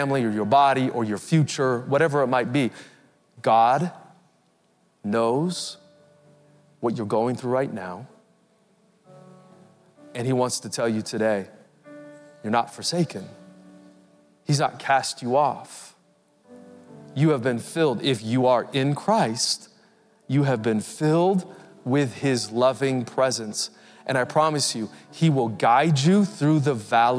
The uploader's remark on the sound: Recorded Live at Capital Church in Meridian, Idaho